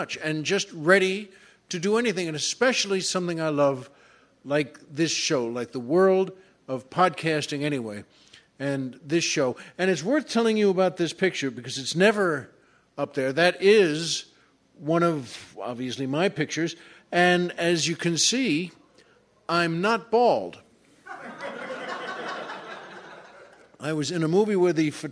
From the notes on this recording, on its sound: recorded at the third annual LA Podcast Festival